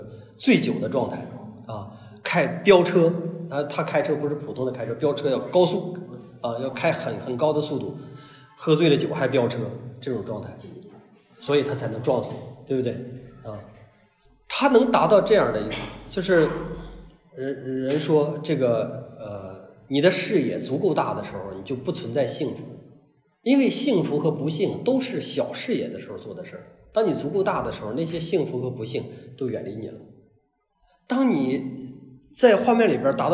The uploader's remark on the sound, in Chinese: 讲座录音